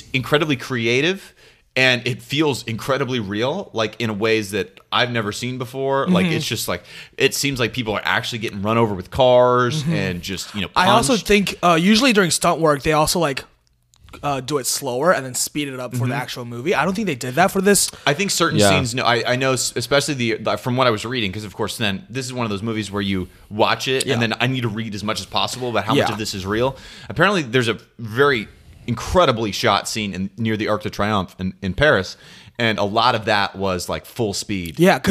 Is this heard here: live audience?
no